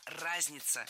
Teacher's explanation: в этом слове ударение должно падать на первый слог